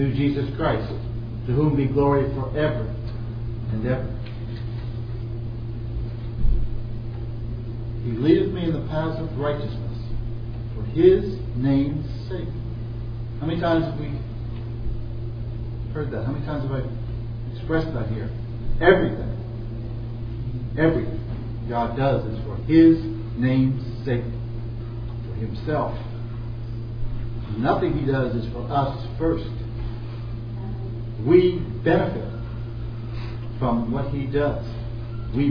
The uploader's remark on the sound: At the Retirement Center Fellowship. These sermons are preached in a public setting, so you may hear some background noise.